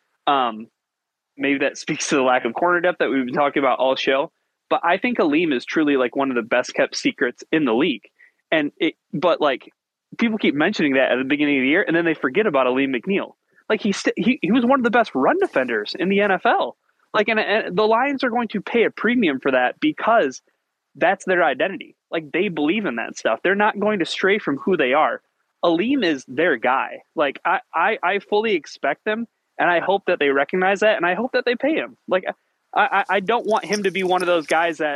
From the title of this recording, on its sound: Call-In Show